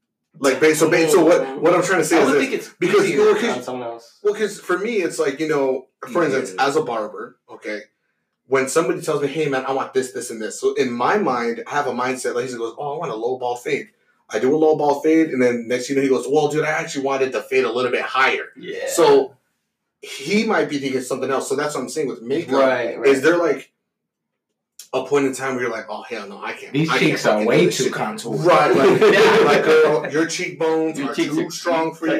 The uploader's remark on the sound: Our first episode recorded on a simple blue yeti microphone. Next few episodes will be recorded with better mic's sorry for the quality its our first episode lol.